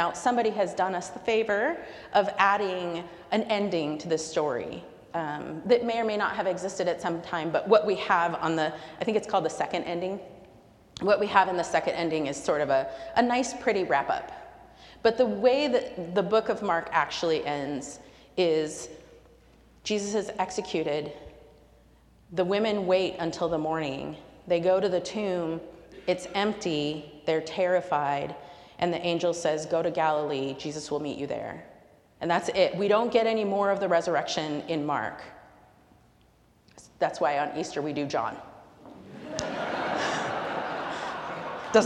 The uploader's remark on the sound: recorded live at the 10:00am service on Sunday, February 11, 2024.